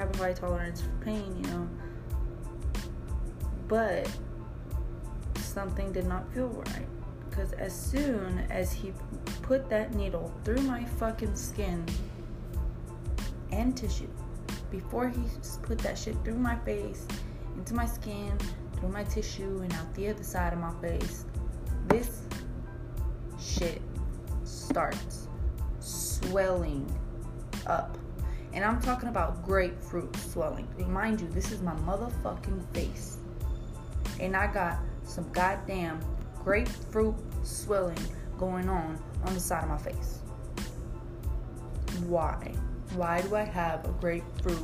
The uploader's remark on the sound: I apologize for the background noise I do not have my laptop or mic